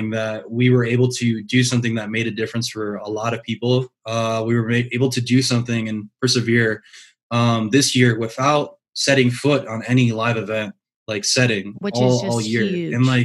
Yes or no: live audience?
no